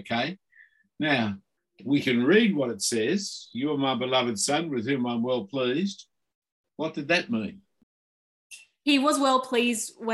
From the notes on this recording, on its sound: this term was online via Zoom